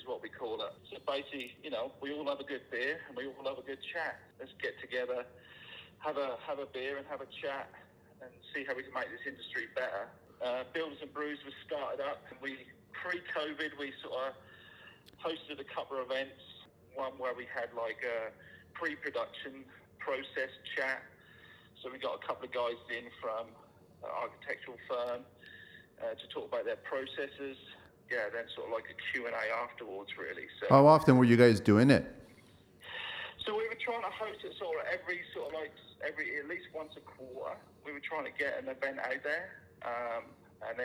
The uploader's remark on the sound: We open the show with a phone call. In Calgary Alberta.